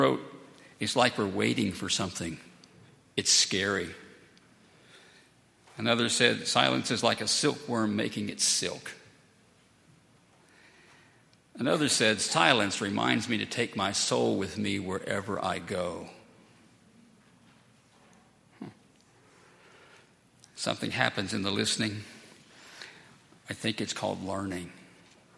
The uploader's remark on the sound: at Highland Baptist Church